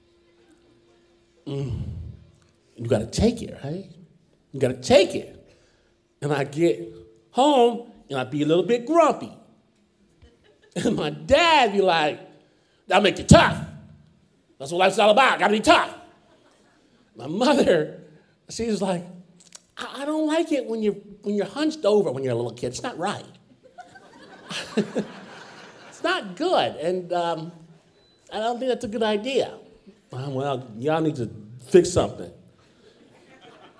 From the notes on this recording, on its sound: Performed live in Portland at Revolution Hall.